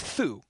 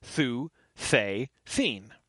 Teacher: So you'll notice this is just thou and thee, as we would be used to in archaic English, but the TH is unvoiced in Middle English, so it's not thou, it's thou.